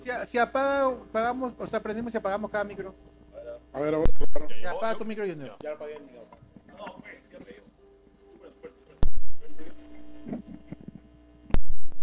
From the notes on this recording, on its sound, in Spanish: perdón por el audio, nuestro consola falló